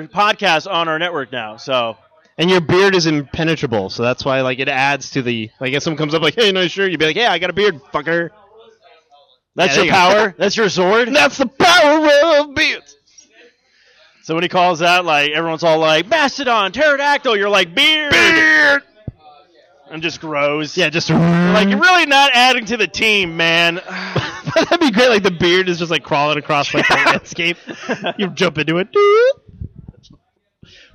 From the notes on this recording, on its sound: This week’s episode is the recording of the Live show at GameStop, Tempe Marketplace for the Midnight release of Second Son! Sony reps were out hitting people with their balls.